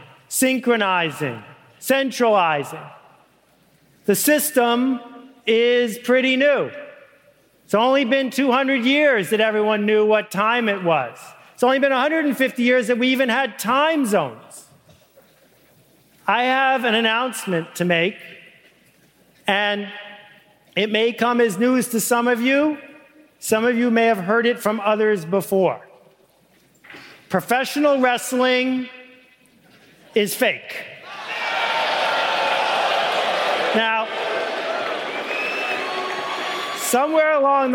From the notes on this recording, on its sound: Live at Catalyst 2010.